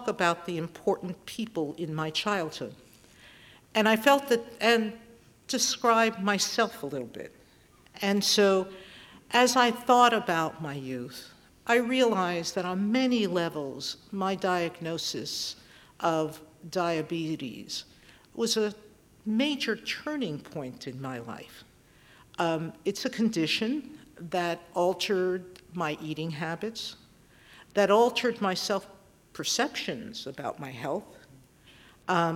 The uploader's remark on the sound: Recorded live at The Music Hall in Portsmouth, NH in 2014. This archive program may still contain broadcast elements from the time it aired.